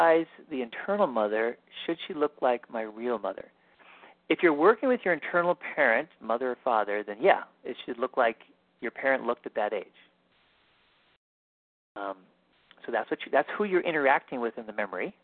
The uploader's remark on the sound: Live Q&A Calls